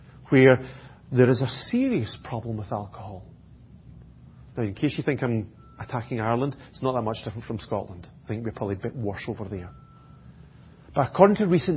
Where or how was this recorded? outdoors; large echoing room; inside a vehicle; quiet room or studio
large echoing room